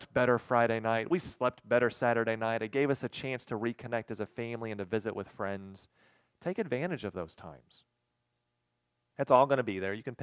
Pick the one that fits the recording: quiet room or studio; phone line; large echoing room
large echoing room